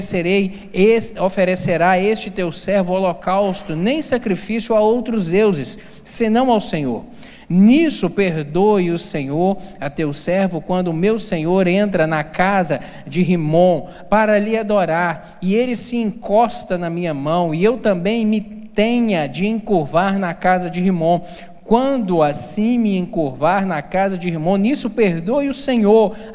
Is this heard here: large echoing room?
yes